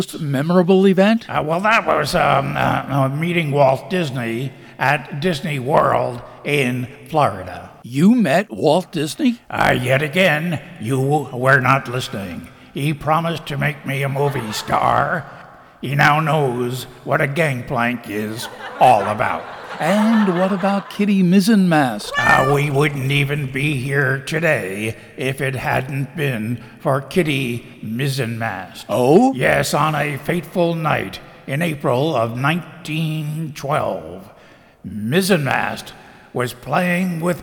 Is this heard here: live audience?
yes